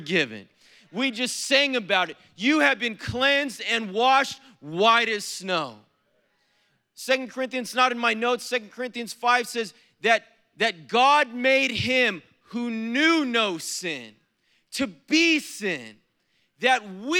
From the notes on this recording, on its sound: Was preached on April 15th at the 7PM service.